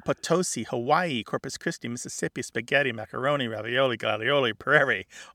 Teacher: All of these sometimes sound with a uh or a schwa at the end.